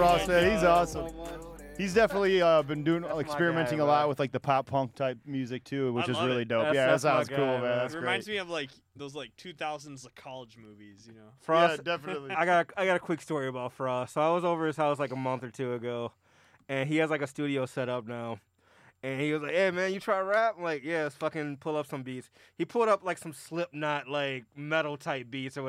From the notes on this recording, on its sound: Finally we make a phone call to friend of the show